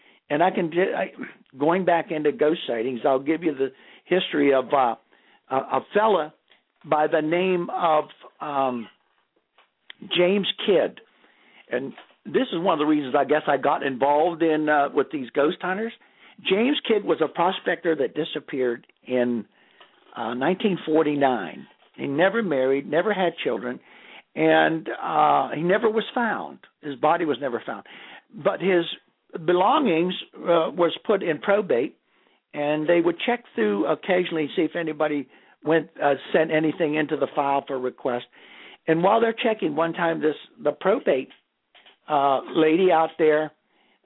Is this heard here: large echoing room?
no